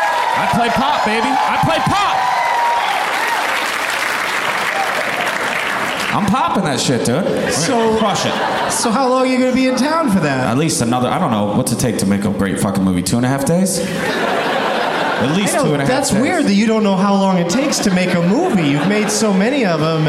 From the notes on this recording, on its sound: Live from the LOL Comedy Club in San Antonio